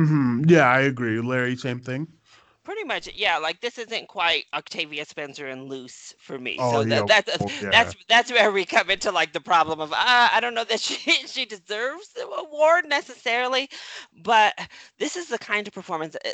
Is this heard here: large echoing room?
no